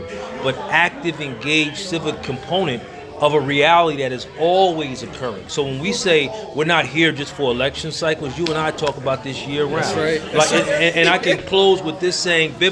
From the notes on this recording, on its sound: During the Black Cannabis Juneteenth event at HUB-13 Trenton NJ.